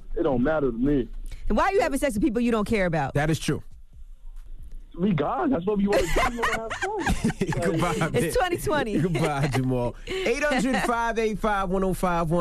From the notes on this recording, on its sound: We opened up the phone lines. We let our callers get off their chest.